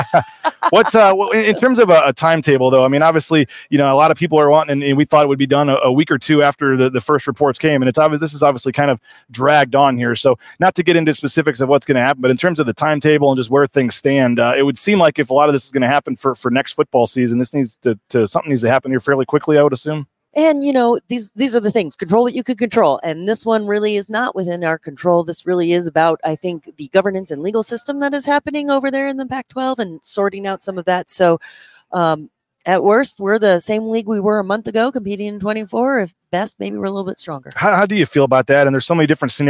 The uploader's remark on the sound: Live from Las Vegas. At Mountain West Women's Basketball Media Day at Resorts World in Las Vegas on a special episode of Bronco Nation News LIVE.